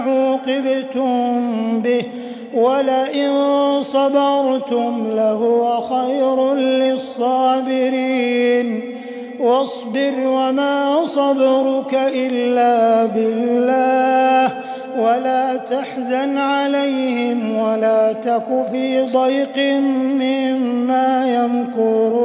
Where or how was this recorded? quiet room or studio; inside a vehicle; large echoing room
large echoing room